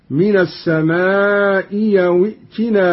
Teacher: قوله تعالى: من السماء أو ائتنا بعذاب أليم. قرأ قانون بإبدال الهمزة الثانية ياء